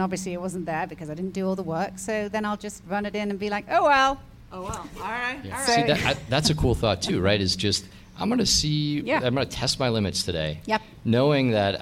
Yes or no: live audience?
yes